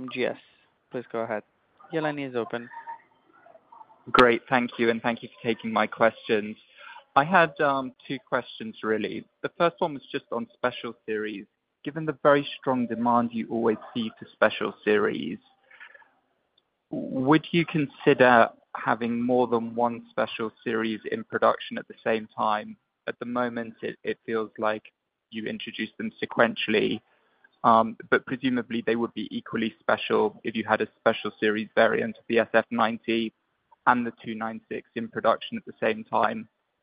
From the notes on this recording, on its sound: 2023 Q2 Results Conference Call. Ferrari N.V. 2023 Q2 Results Conference Call.